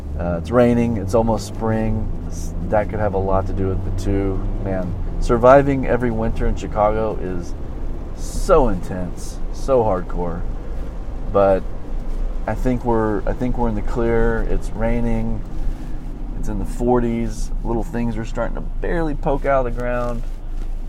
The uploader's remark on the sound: Driving to my gig and talking about stuff.